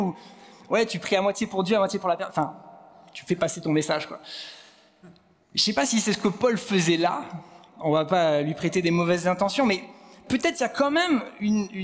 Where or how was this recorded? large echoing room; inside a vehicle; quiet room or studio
large echoing room